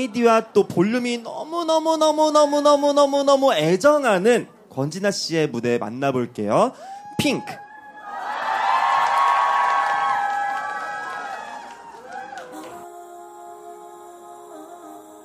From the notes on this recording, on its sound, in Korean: 특집 공개방송 '봄도 오고 그래서'